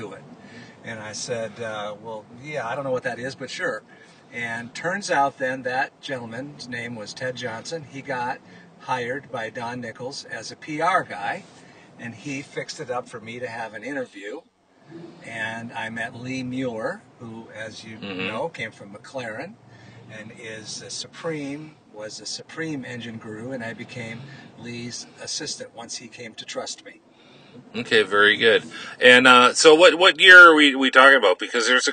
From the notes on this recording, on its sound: joined live at Road America